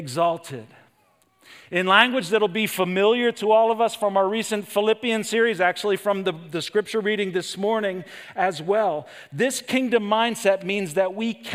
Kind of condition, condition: setting, large echoing room